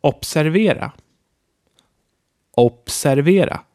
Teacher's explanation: That's not a B, it's so hard, it's almost a P.